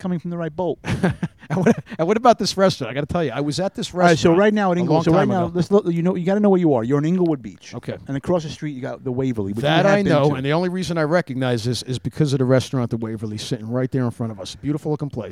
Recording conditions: outdoors